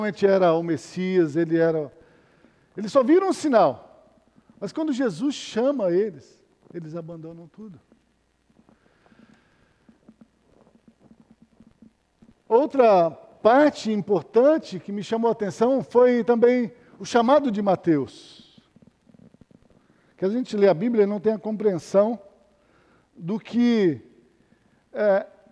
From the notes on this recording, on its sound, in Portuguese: Culto matutino, Escola bíblica dominical gravada em 28-06-2020 na Igreja Evangélica Batista em Campo Grande-MS.